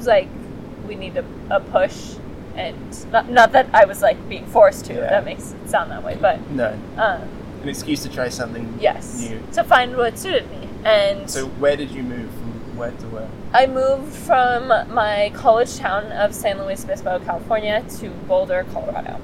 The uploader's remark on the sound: This podcast was recorded on the beach in Las Tunas, Ecuador.